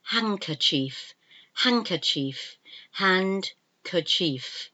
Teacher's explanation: we don't pronounce the D in handkerchief. · Term: silent letter